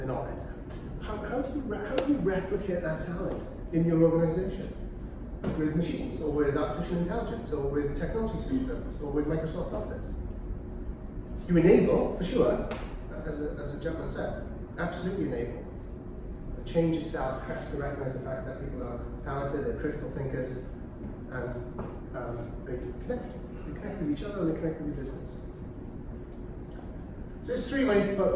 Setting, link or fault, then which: setting, live audience